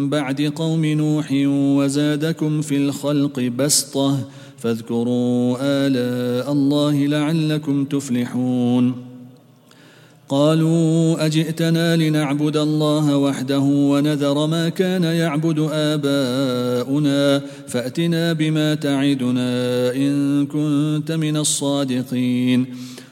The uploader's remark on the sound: at the Houghton Masjid (West Street)